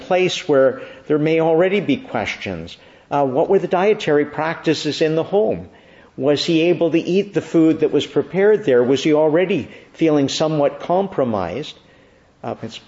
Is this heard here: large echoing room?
yes